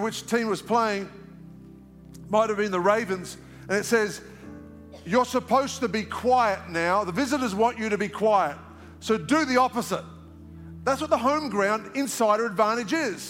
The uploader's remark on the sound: live from our 10am service at our Alpharetta campus on Sunday, February 11th